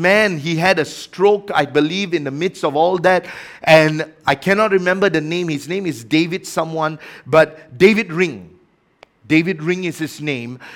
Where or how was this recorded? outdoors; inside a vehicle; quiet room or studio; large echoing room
large echoing room